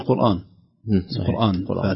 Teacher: القاف مفخمة والراء مفخمة تؤثر فتؤثر في يعني يمتد التفخيم معه إلى الهمزة